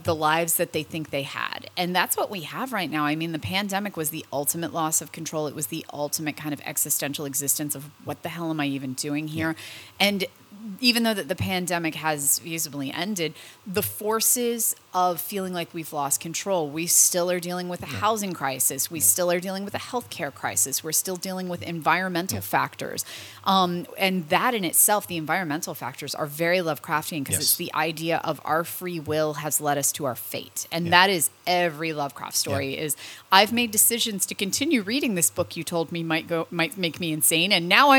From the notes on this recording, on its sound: we got an opportunity to talk with her backstage